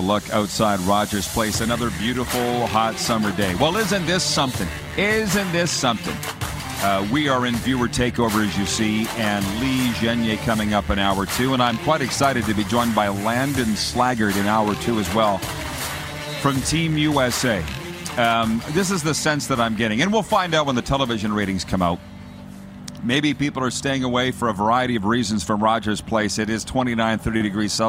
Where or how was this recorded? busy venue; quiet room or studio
busy venue